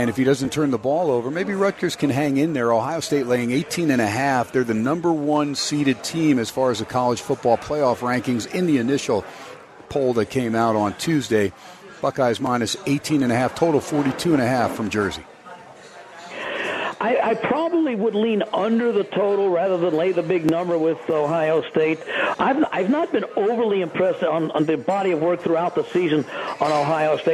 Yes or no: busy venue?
yes